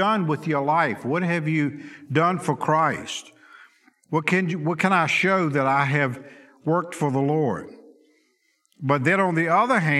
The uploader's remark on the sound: Sunday school lecture